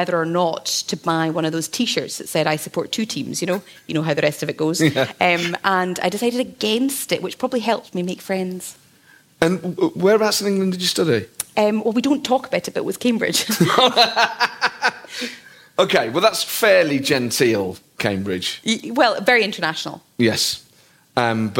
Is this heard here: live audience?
yes